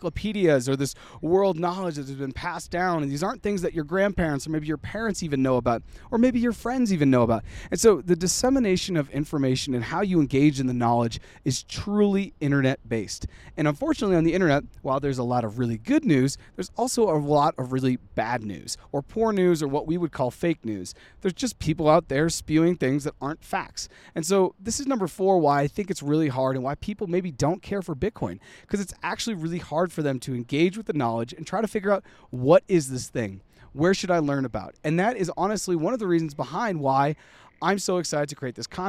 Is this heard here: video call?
no